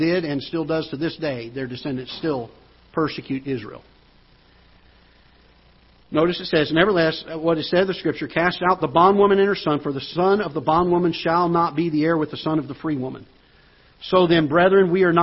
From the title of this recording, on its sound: Ketha Heights Baptist Church ~ Live Broadcast